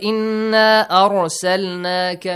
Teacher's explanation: make sure ra is with tafkhim, okay? It's pronounced a little bit heavily.